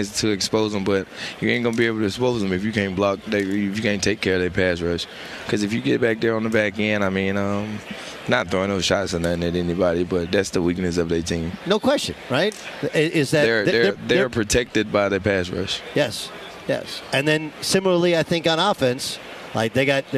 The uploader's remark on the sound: live from Phoenix in Radio Row ahead of Super Bowl 57!